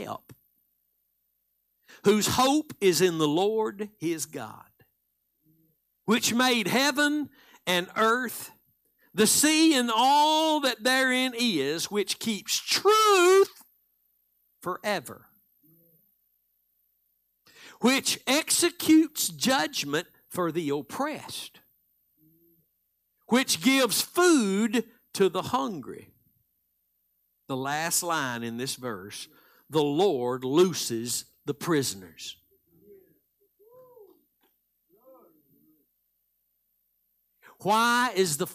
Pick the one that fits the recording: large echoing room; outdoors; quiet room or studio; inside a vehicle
large echoing room